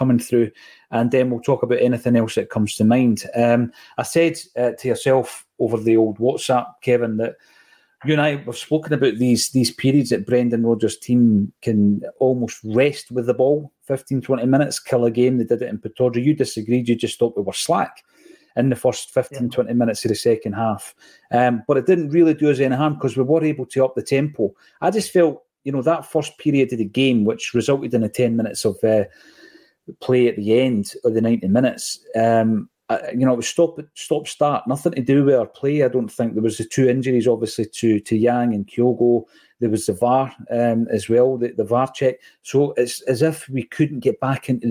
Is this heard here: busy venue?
no